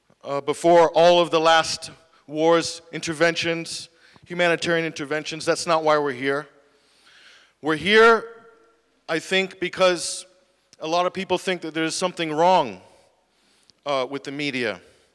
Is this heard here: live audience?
yes